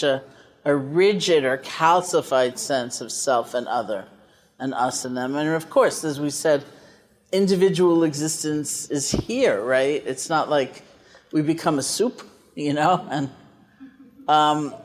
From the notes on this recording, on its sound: This episode was recorded live at Tibet House in 2018.